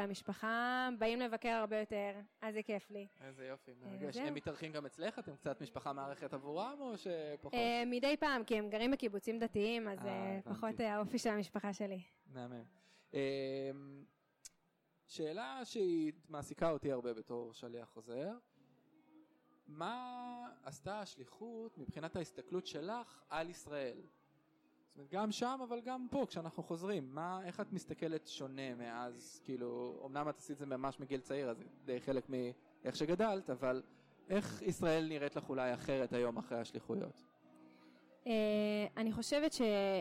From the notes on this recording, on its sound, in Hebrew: במהדורה מיוחדת זו, שהוקלטה באירוע השליחים החוזרים ב2019.